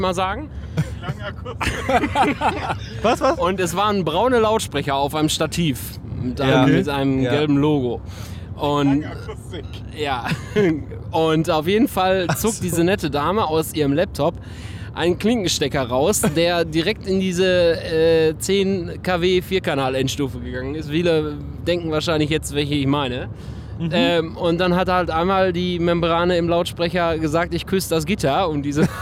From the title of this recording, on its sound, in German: Live von der Autobahn